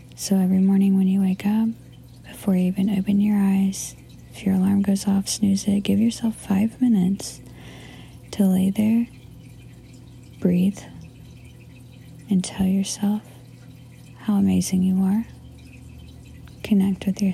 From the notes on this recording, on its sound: I found this golden nuggie in my voice memos on my iphone.